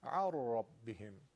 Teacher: نون در حرف را ادغام میشه بدون غنه، یه تشدید معمولی عر ربهم، اصلا نونی وجود نداره، ر مشدد شد.